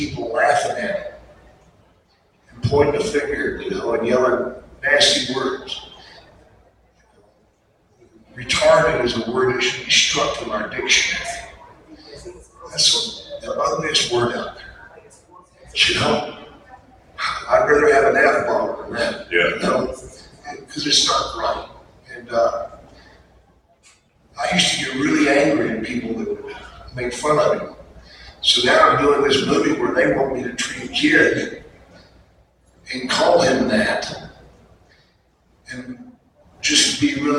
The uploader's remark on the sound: OHIO FAN FEST 2022 PANEL